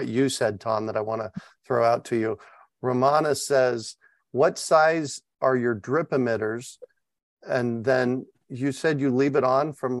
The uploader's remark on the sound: As we chat with our zoom audience. Live Zoom webinars.